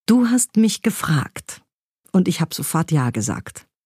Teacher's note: Und eine völlig andere Wendung nimmt die Textauflösung beim Betonen, wenn wir das Wort gefragt akzentuieren